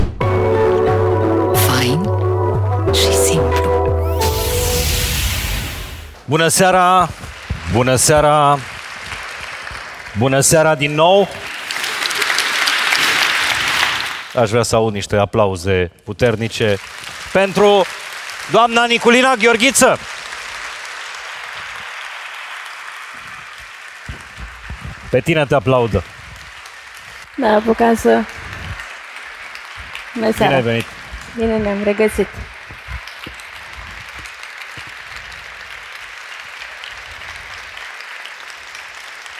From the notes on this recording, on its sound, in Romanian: Fain & Simplu X Ateneu 121. Pe scena celei mai prestigioase instituții de cultură din România – Ateneul Român.